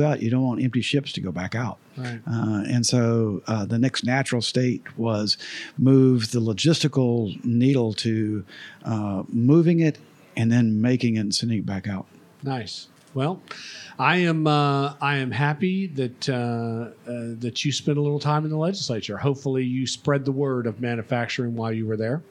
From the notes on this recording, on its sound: Recorded live at the 2023 Make More Manufacturing Summit , hosted at the iconic Dr. Phillips Center for the Performing Arts .